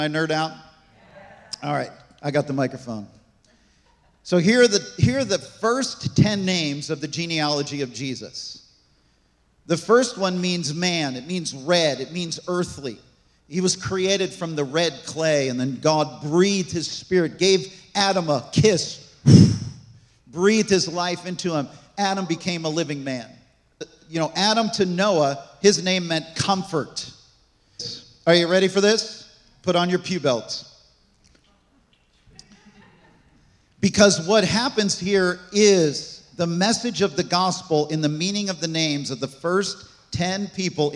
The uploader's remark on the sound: This message was recorded on December 24, 2023, at Gateway Church in Richmond, Indiana.